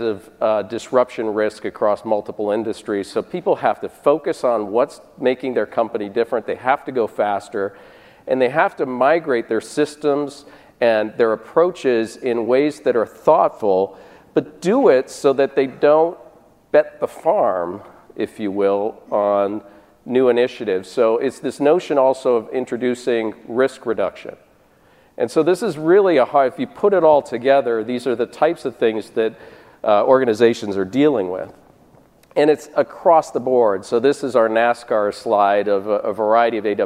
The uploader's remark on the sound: This session was presented at the 8th annual DPharm conference in September 2018.